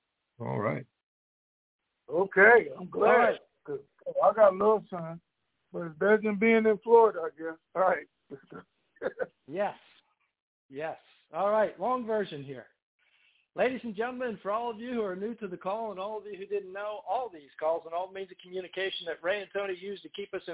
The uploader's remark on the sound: Conference Call